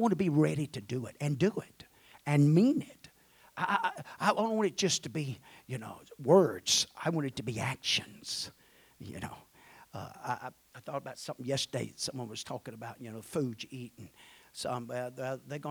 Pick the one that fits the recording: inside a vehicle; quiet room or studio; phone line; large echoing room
large echoing room